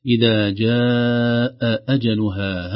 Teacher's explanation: همزتان محققتان في آخر جاء وأول أجلها، ينبغي علينا أن نحذر من أن تضيع إحداهما سقطا أو تسهيلا، لأنها في حفص محققة كلتا الهمزتين.